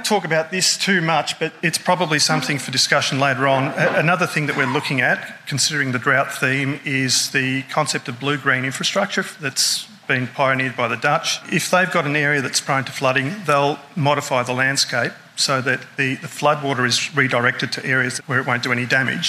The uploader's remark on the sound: Keynote address at a recent event we hosted in Bendigo, Victoria. This is a short bonus episode from the Vic Drought and Innovation Hub's 2023 Think Tank event, 'Are we drought ready?'.